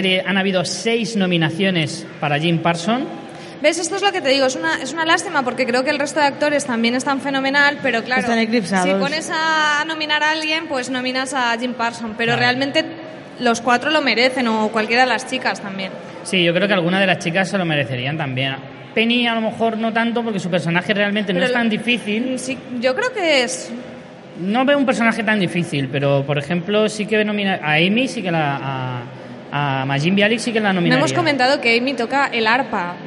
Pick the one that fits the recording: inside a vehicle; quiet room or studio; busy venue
busy venue